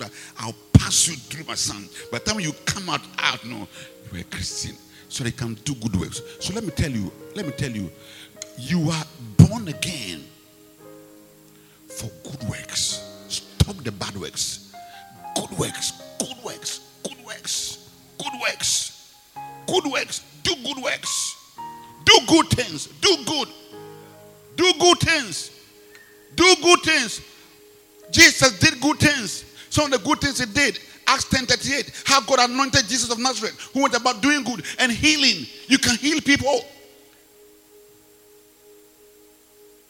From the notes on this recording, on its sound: Preached at the Rose of Sharon Cathedral, Catch the Anointing Centre, LA - Accra